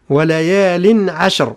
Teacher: لاحظ أنه العين والشين حذاري من تفخيمها تبعا للراء · الراء مفخمة، رغم أنه لو وصلنا تكون مرقة لأنها مكسورة